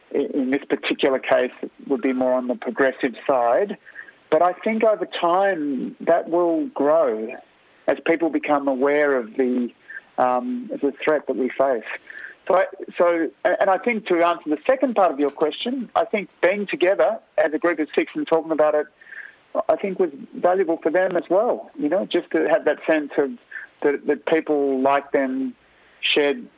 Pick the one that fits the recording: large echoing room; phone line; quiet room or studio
phone line